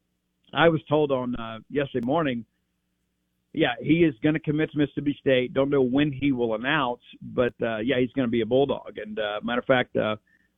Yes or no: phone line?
yes